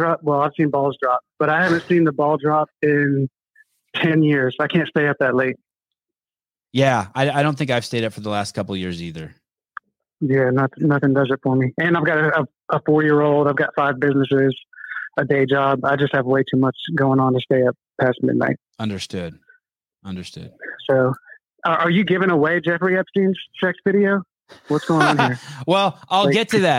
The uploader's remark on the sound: LIVE CALL IN SHOW